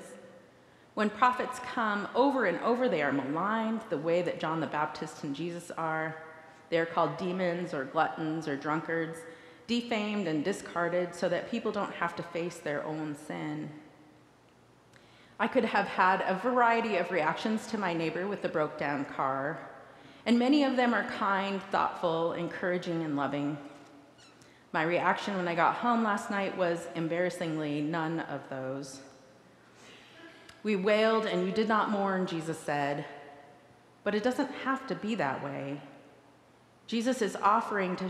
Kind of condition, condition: setting, large echoing room